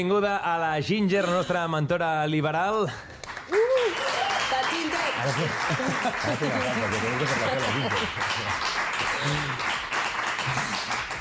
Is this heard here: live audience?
yes